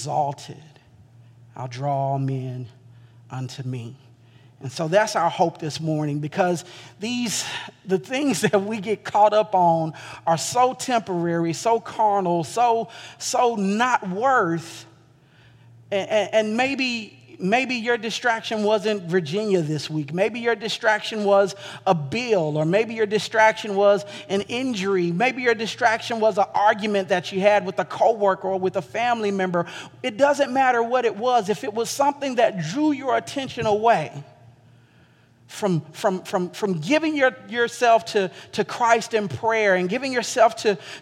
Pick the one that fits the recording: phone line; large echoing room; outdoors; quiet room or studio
large echoing room